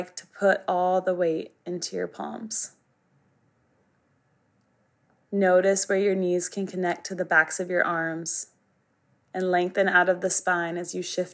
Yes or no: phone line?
no